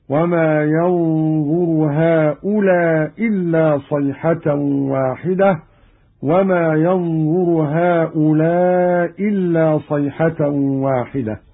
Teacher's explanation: قرأ قالون بإسقاط الهمزة الأولى مع القصر والمد